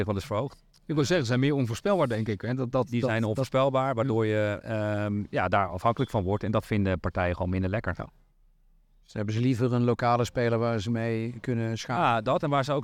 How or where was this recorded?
busy venue